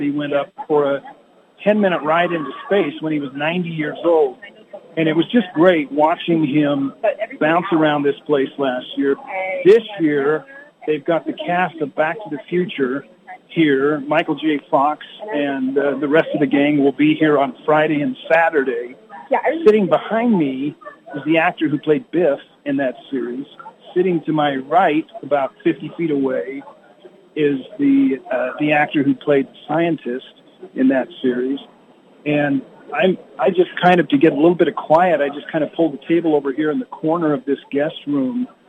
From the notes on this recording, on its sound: Live at the FanX Convention in Salt Lake City